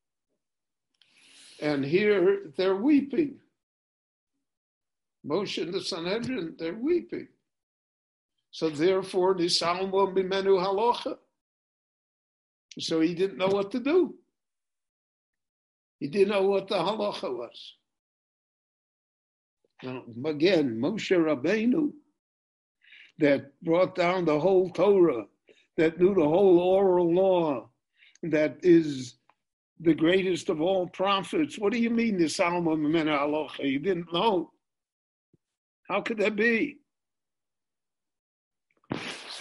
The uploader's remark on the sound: This shiur was given LIVE in Jerusalem via Zoom.